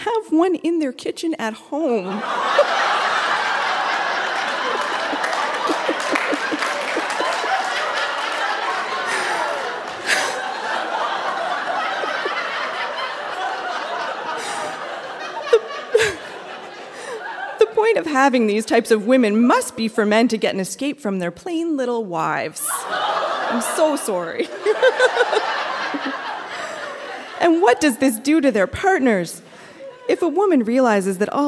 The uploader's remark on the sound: Recorded live at the Florence Simmons Performance Hall in Charlottetown.